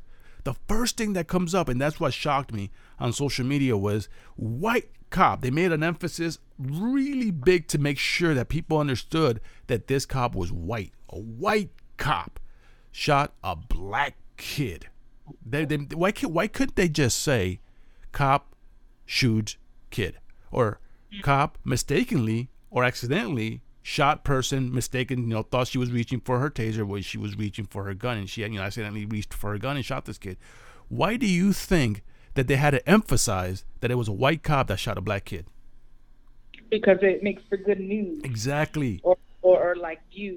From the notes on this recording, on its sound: live phone interview